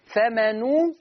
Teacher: خلي بالك من ضم حرف النون فمنو ضم الشفة جيدا